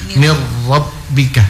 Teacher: Nun sukun langsung masuk ke huruf ra dan dia tidak berdengung, ya. Jadi jangan mirrab, ya, tidak, tapi dia di idgham bila gundah, ya.